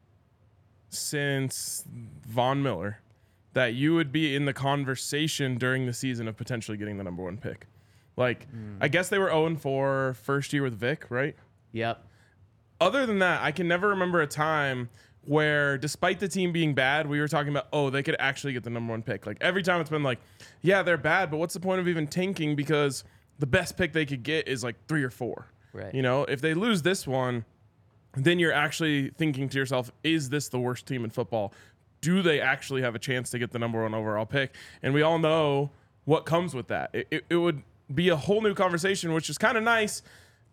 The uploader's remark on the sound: coming to you LIVE from the DNVR Bar